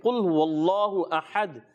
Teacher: قاف موٹا رکھنا ہے، ہا ہا کو باریک رکھنا ہے، اور دال میں قلقلہ کرنا ہے